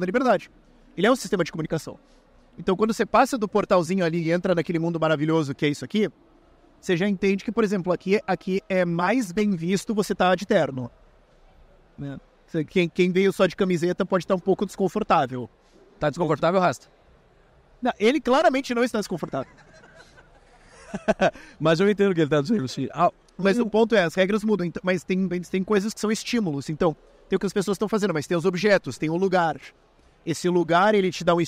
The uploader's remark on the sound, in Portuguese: O episódio de hoje foi gravado em abril de 2023, no Fórum da Liberdade.